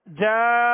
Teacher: اور نون پر ہم غنہ کریں گے اس لیے کہ نون مشدد ہے